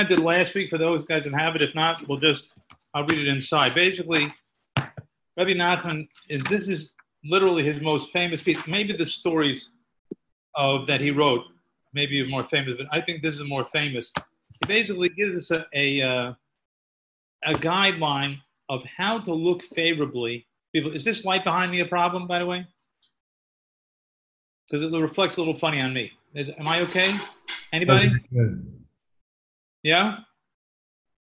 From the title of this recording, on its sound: Live on Zoom 7-20-2020